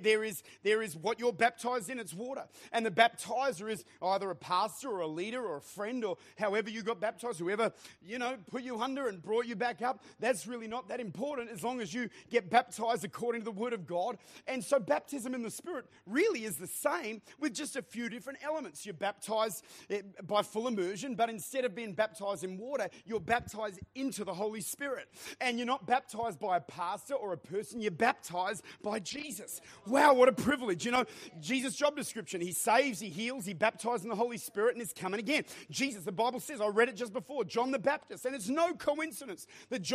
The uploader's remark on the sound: Recorded at Lifepoint Church, Adelaide.